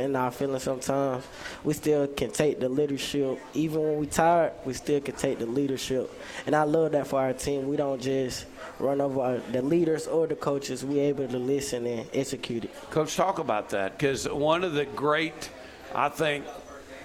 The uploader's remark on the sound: broadcasted from The Market at John Hall Store in Pike Road